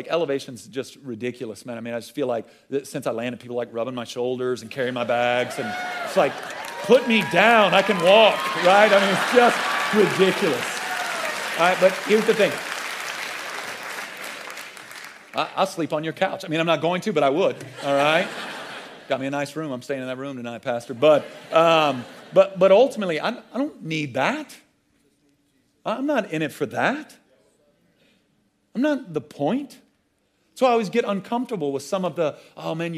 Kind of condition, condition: setting, live audience